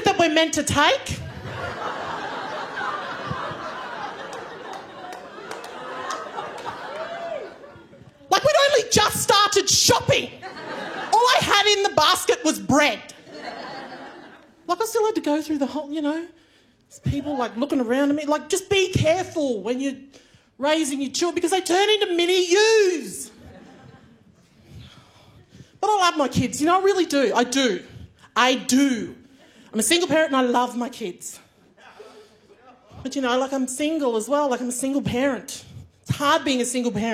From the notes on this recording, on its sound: Recorded at the Melbourne International Comedy Festival for NITV.